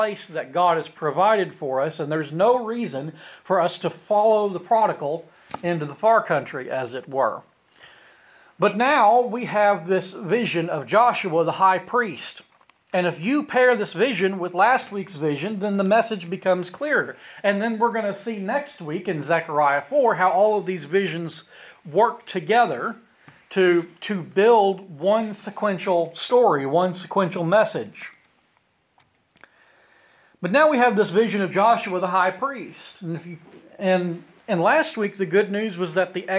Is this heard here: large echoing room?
yes